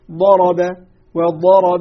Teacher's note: إطالة زمن النطق بحرف الضاد لطول مخرجه حين نتمكن من نطقه وإلصاقه بالأضراس العليا · Term: الاستطالة